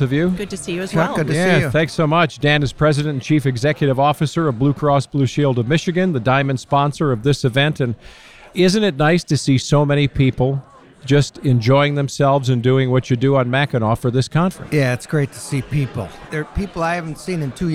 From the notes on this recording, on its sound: Inside the 2022 Mackinac Policy Conference. We’ll be bringing you conversations from the Mackinac Policy Conference.